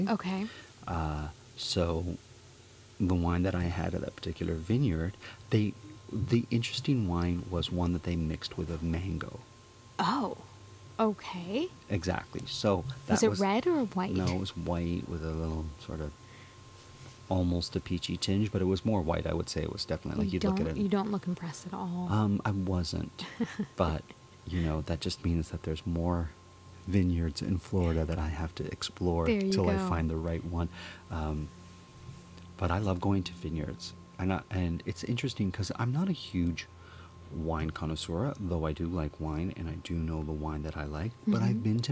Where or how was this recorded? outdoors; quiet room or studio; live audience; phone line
outdoors